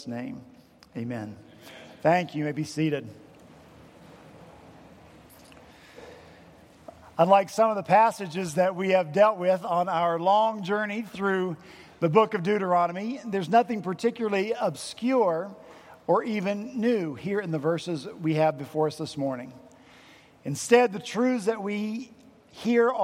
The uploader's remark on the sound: at Redeemer Presbyterian Church in Charleston, SC.